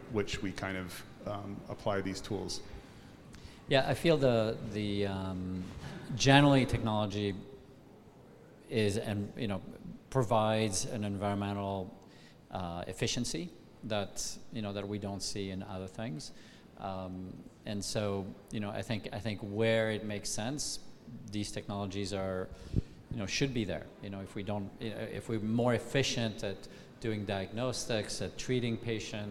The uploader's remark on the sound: Speaking live from Milan Design Week 2023